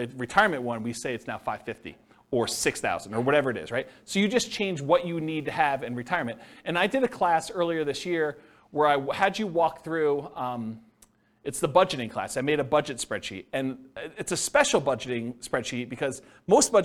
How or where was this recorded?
live audience